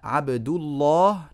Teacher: نفخم اللام لأن قبلها ضمة